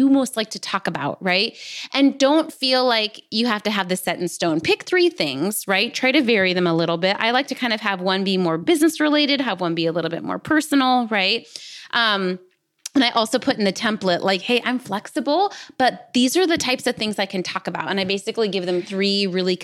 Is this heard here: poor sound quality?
no